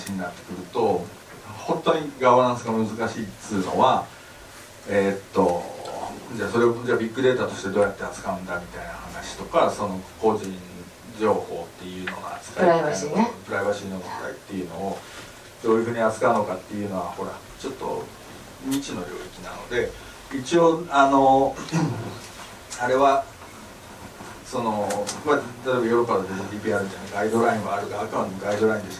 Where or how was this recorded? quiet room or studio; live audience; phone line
live audience